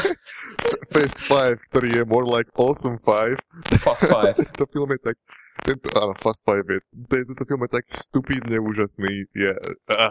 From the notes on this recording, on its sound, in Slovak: Ospravedlňujeme sa za nižšiu kvalitu nahrávky – naše nahrávacie zariadenia boli roztržité.